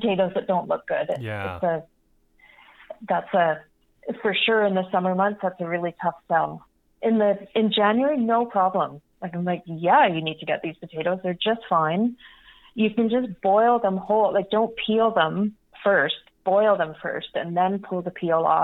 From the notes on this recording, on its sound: Joined me on the phone to tell me all about the farm.